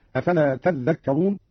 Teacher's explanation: قرأ قالون بتشديد الذال